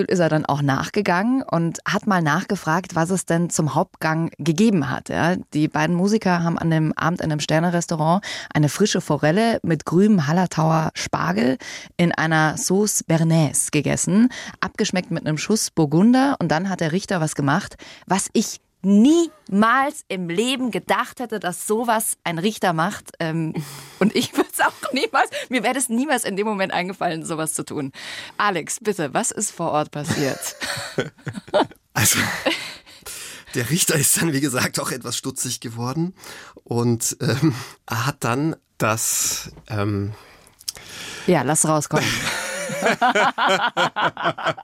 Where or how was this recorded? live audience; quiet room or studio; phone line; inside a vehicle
quiet room or studio